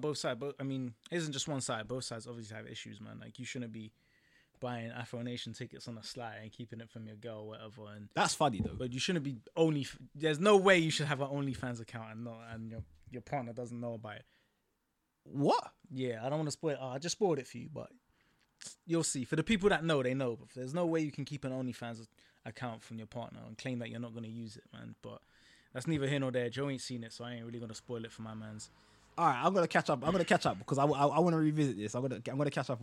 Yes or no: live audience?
no